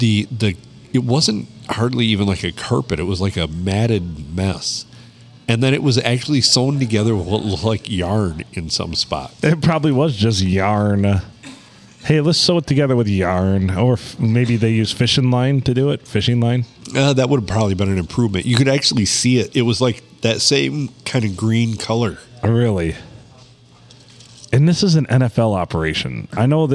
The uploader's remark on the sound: Recorded on a slow Monday night at the Blue Water Sports Bar and Grill in Port Sanilac.